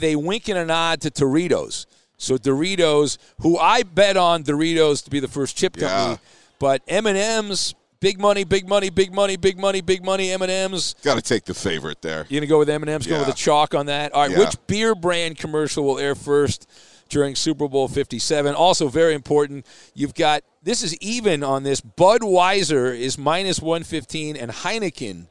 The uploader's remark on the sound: live from Super Bowl 57!